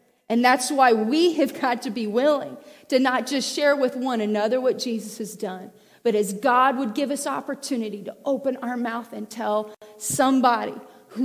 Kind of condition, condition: setting, large echoing room